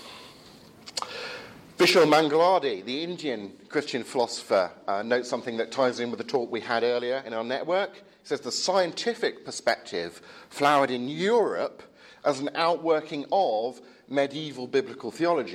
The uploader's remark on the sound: Edited lecture and Q&A time from the 'Advanced Apologetics Network' at the European Leadership Forum 2017.